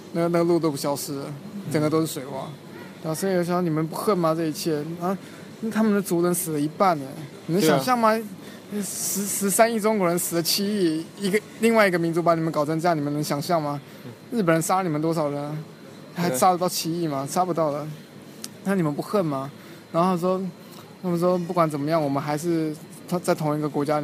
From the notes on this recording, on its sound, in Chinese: 这期节目时灰摩卡到现在为止，唯一一期在莫斯科以外录制的节目哦！当时我们一起在摩尔曼斯克旅行，在等待回莫斯科的飞机时。本期节目背影音乐，很有民族风。